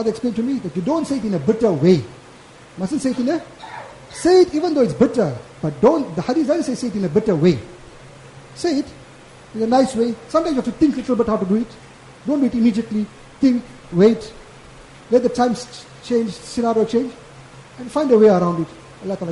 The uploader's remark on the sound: Jumuah lecture.